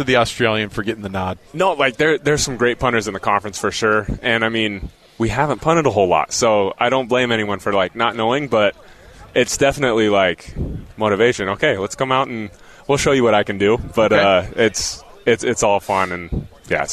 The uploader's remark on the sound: live from Big 12 media days